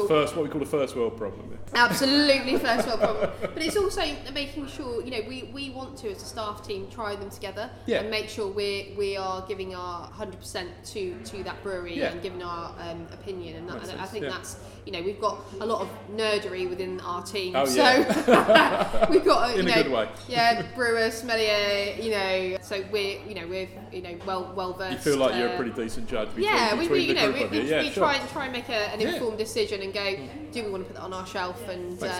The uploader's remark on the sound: the Goat Tap was opened above the shop, which is where we are recording from today